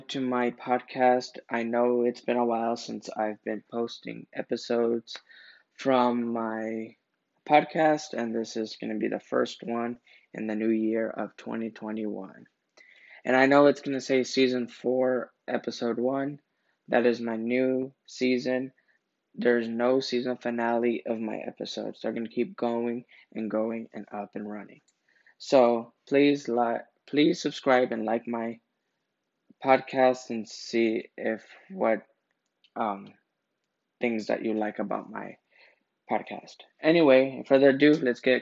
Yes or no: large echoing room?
no